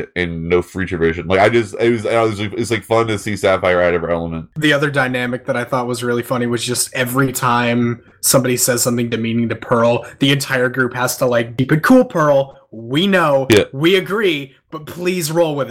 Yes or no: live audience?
no